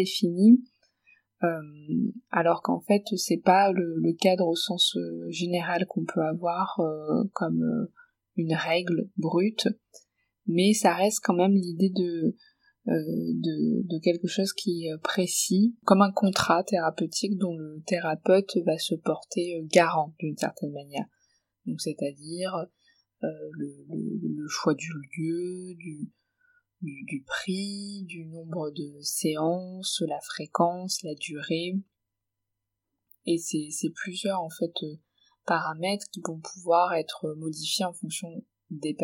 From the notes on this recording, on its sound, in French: la qualité du son n’est peut-être pas optimale